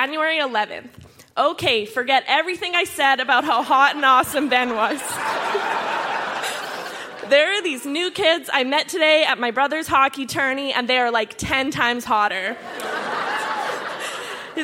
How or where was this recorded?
live audience